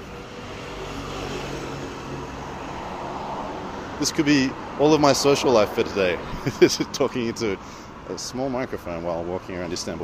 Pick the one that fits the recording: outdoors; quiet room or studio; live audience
outdoors